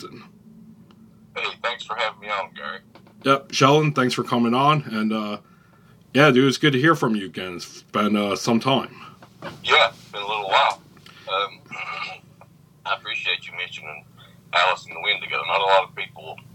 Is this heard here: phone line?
yes